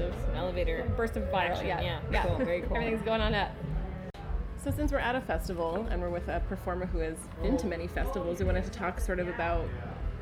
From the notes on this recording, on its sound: First try recording remotely, so be kind about janky transitions and auxiliary noise.